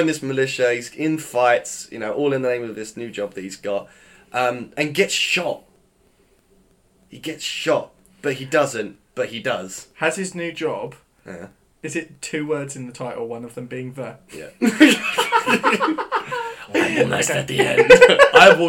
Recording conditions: poor microphone